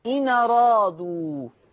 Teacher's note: شيل الهمزة وحط الفتحة على النون · Term: نقل